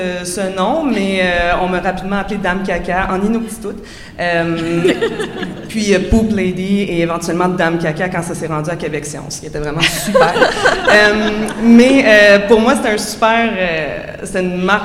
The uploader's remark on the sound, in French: Panel · Sujets Chauds en Recherche à la Nuit des Chercheuses et des Chercheurs. Élaborer un projet de recherche commun devant le public. Cet épisode est ponctué d’entrevues bonus enregistrées dans les coulisses de la Nuit. Studio: Bibliothèque des sciences de l'Université de Montréal.